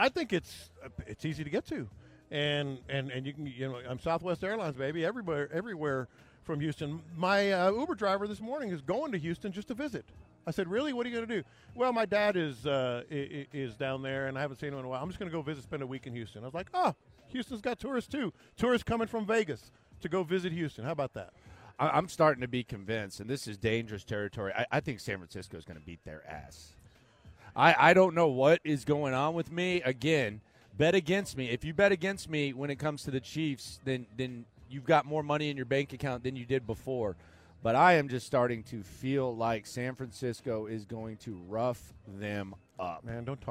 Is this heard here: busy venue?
yes